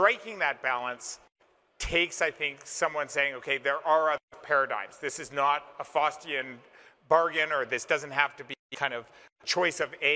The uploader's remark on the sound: The panel occurred on Friday, June 10, 2022, the second day of CoinDesk’s Consensus 2022 festival in Austin, Texas.